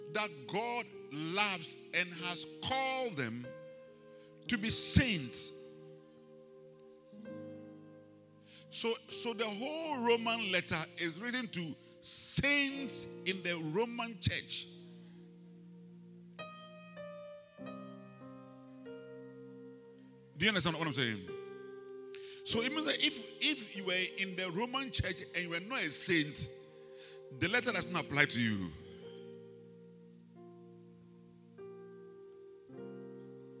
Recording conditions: large echoing room